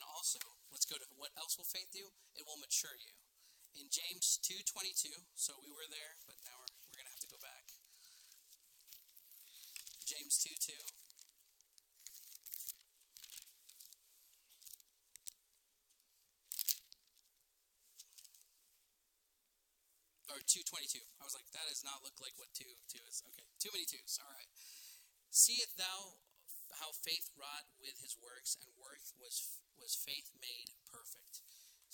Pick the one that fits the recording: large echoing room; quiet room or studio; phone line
large echoing room